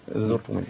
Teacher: زرتم يعني بين الكسر والضم تقريبا